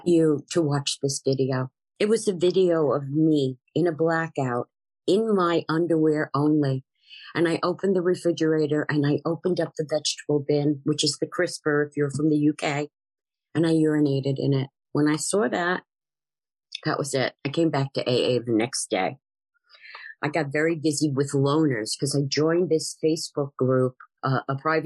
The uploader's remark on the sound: This is a meeting from the Broken Elevator zoom group